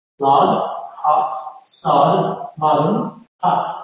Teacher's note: Sounds more British. And it sounds like a clearer sound because I'm not putting in my nose sound.